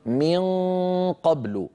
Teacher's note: أقصى اللسان قد التصق بالحنك اللحمي وانقفل هذا المكان، ما عاد في صويت فموي